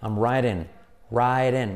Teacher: T como R suave, I como E.